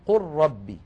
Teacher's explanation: إذا أتى لام ساكنة بعدها راء فإن حفصا يدغم، بل وكل القراء، إدغام اللام الساكنة في الراء بعدها، كقوله تعالى مثلا قل ربي، إذا اجتمعت قل مع اللام من كلمة ربي.